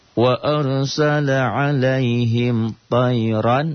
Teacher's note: Wa ra-nya tebal sebelum ra mati ada baris di atas.